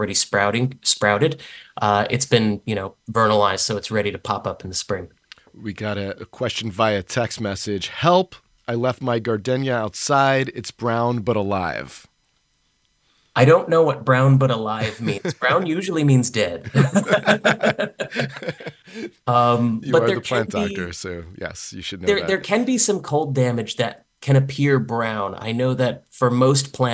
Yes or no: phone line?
no